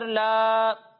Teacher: تو اسے ہم ایک الف کے برابر کھینچ کے پڑھیں گے · Term: الف مدہ